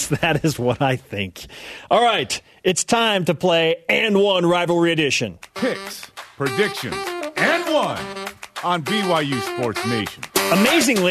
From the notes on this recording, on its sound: joined in on the phone